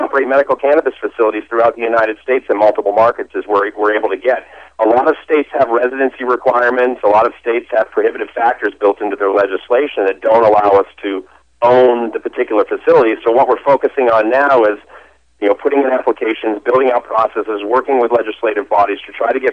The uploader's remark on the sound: called in to SmallCapVoice.